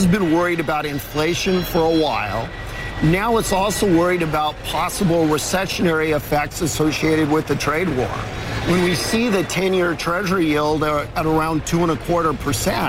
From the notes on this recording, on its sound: live from the New York Stock Exchange